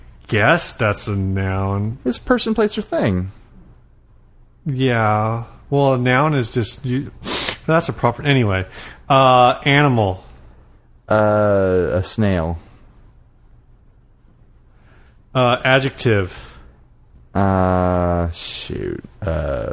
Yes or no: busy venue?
no